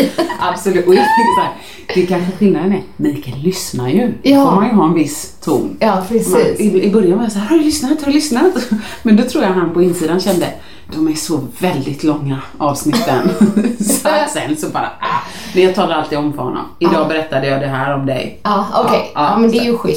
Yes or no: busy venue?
no